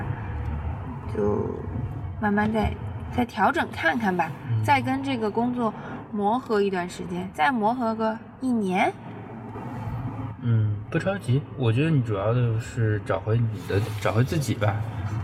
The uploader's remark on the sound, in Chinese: 工作太忙了，没有时间录音，只好在开车上班的时候录音啦。